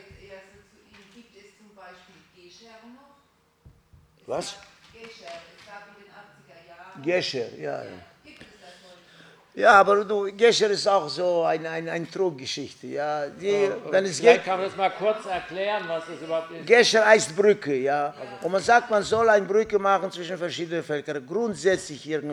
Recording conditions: live audience